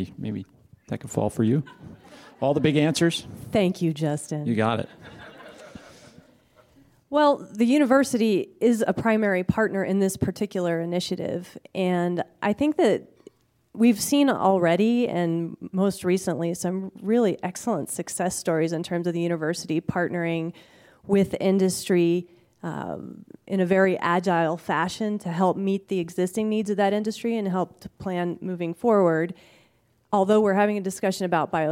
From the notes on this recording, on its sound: This week’s episode was recorded live at the recent innovateUM conference. A New Angle recorded in front of a live audience for the first time, capturing two micro-panel conversations.